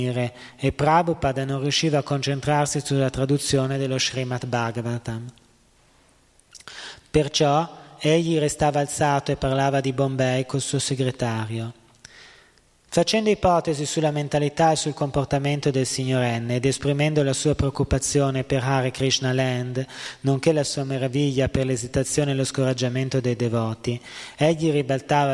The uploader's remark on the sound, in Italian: in diretta dal Tempio di Villa Vrindavana